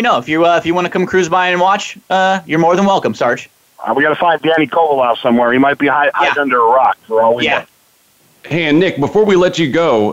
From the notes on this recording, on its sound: we have invited experts, insiders, and fans alike to call